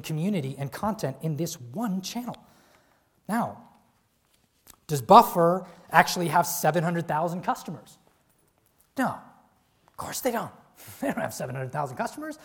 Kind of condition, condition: setting, live audience